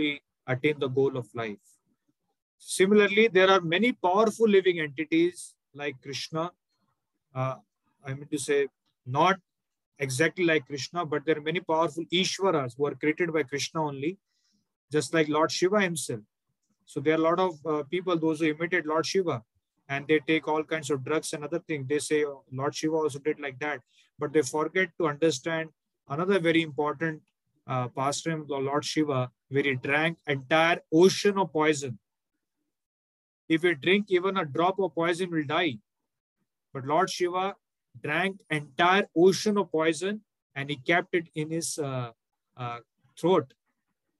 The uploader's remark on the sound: Zoom recorded class